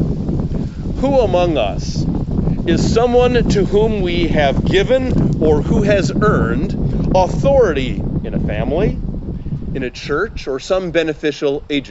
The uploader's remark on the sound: We traditionally have one outdoor service in the summer time, and we didn’t want to miss the experience this year. Recorded in Lorel Park in Skokie, with a few guests from the congregation.